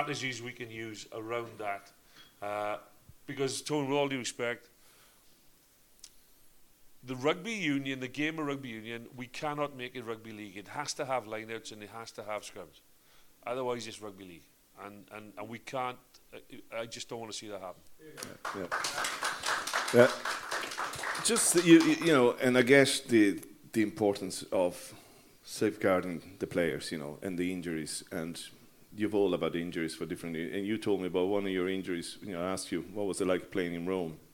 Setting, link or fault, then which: setting, live audience